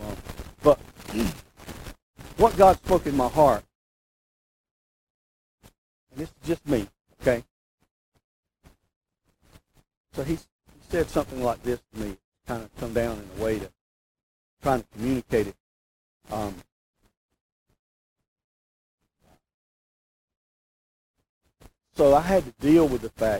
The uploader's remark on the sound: We apologize for the poor quality of this recording.